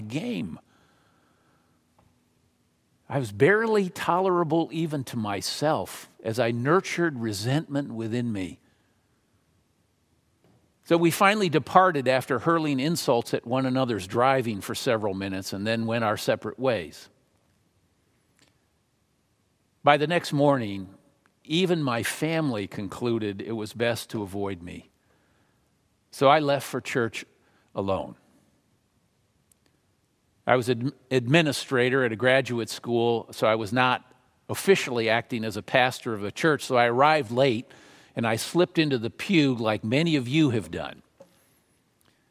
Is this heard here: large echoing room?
yes